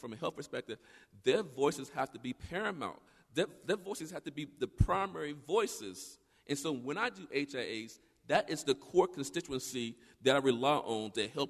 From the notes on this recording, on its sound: A powerful town hall meeting recorded last week in Salisbury.